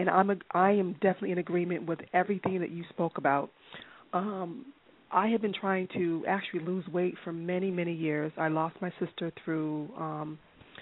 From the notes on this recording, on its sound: Via phone and Skype.